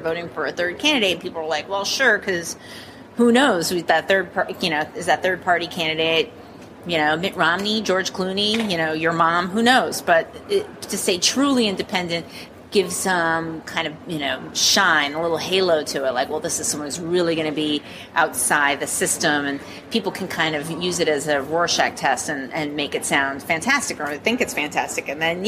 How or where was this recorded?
busy venue